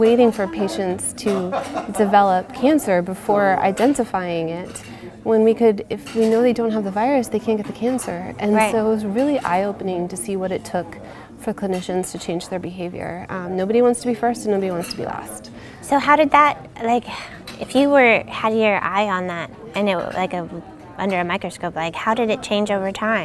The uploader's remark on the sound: recorded at HIMSS22